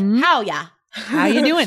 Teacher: So the W disappears · Term: elision